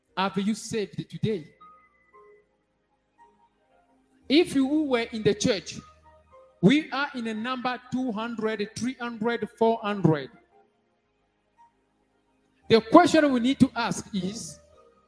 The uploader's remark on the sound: SUNDAY LIVE SERVICE